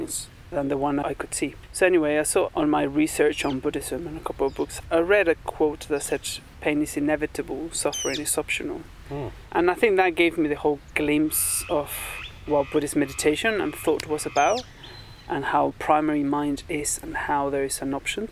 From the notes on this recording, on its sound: Recorded in a very lovely garden in Mexico in 2019, with nature sounds all around. Recorded at Chintamani Retreat Centre, Mexico 2019.